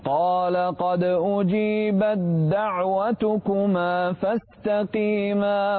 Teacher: بالنسبة للإدغام لا تظهر التاء ولا تهمس فيها. قال قد أجيبت دعوتكم على طول على الدال.